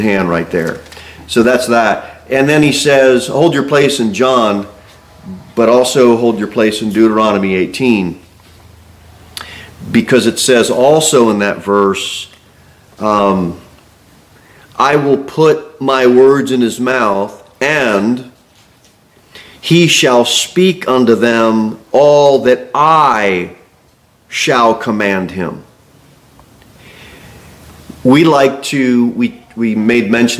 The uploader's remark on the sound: Sermon delivered at Pilgrim Baptist Church